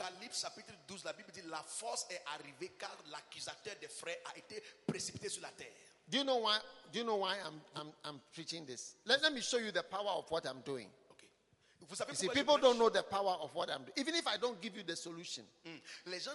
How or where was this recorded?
large echoing room